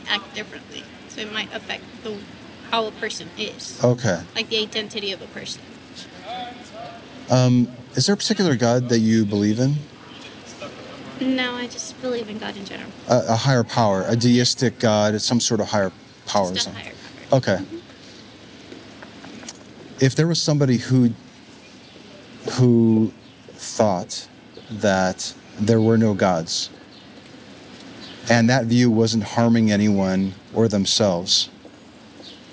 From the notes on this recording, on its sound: Location: San Antonio, Texas. Recorded w/Go-Pro.